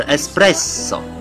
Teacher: 它所有的双辅音呢都要发两倍的音长